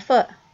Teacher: the word foot, which she completely drops the T off of. · Term: T glottalization